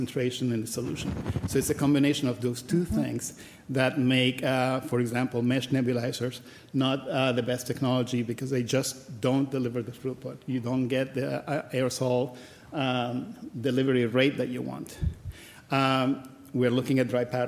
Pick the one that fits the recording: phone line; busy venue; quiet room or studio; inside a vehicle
busy venue